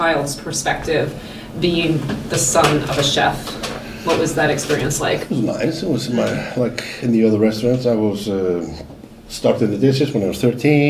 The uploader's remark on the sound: On location in one of Reykjavik’s most famous restaurants, þrír Frakkar.